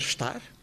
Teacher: podemos deixar cair o E totalmente · Term: eliminação de um som